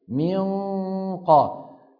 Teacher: لما بدي يقول من قبل، من، لما قلت من أقصى اللسان أغلق، أغلق أقصى الحلق تماما. بقي الصوت منين عم يطلع؟ من الخيشوم، ولسان المزمار راجع والحلق متضيق. من هون عم يجي التفخيم، من قبل.